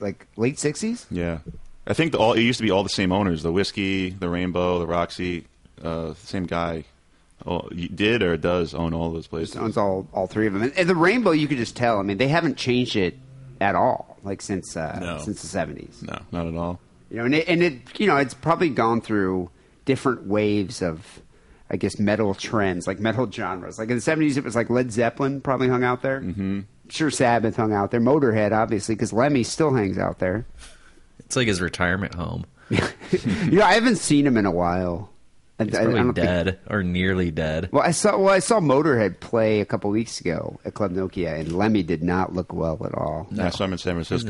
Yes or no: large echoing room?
no